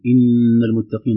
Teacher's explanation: نون مشددة وحكمها وجوب الغنة مقدار حركتين